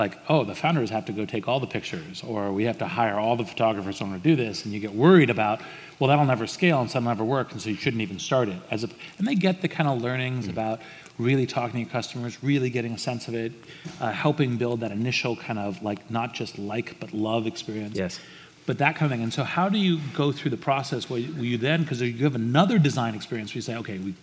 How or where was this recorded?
busy venue